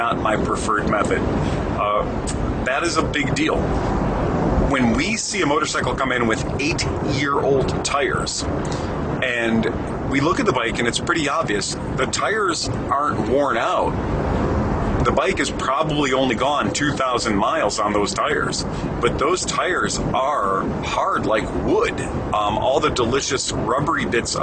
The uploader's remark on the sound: Recorded in my truck on the road, so quality is poor. No video for this one as it was recorded while making bike deliveries to our customers.